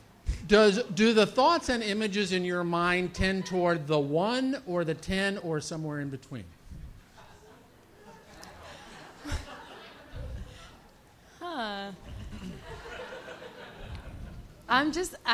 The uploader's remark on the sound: Ask Roulette is a conversation series in which strangers ask each other questions on stage. This excerpt is from our November regular show at Housing Works Bookstore.